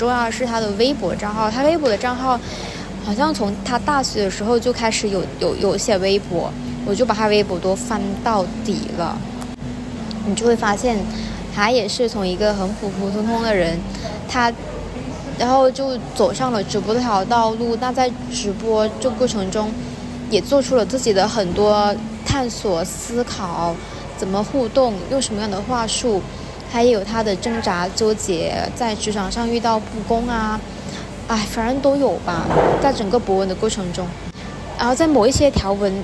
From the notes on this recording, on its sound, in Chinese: 在星巴克录制播客，室内录音很嘈杂